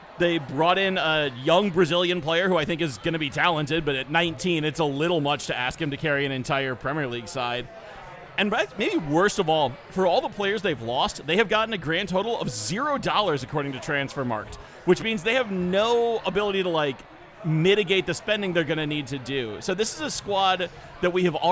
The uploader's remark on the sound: we recorded this in person at the Black Hart